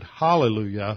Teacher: They left out the rough breathing, which is actually there in the Greek, which makes it hallelujah, but that was not included in the transliteration from the Greek.